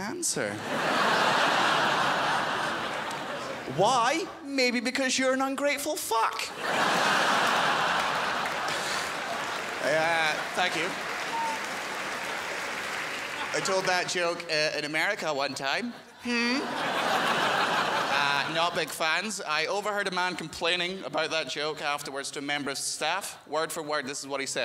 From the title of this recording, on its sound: 2016 Melbourne International Comedy Festival Gala